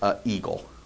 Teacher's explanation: our ears just don't like that little glottal stop of the A there